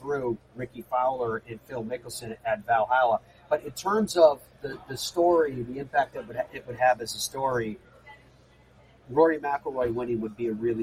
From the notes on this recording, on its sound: We broadcast live from Royal Liverpool